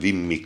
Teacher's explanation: van hosszú emmel, de rövid kával